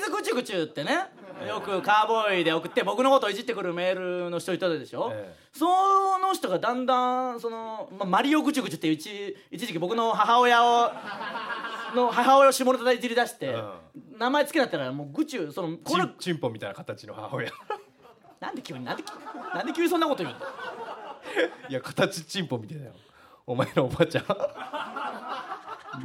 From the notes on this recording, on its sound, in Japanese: リスナーの前で、TBSラジオのスタジオ内にて公開収録